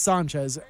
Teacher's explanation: You have to accentuate the ah in Sanchez. If you want to say it correctly, in a Hispanic culture-wise, it's Sanchez.